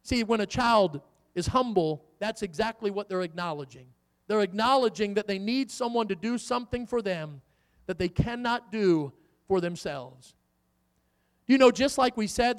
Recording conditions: large echoing room